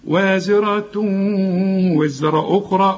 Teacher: وازي زي ما تقول وزير، واخد بالك، وازرة، وازرة وزرة أخرى. التنوين اللي بعد واو، والواو من حروف الإدغام، عايزين غنى هنا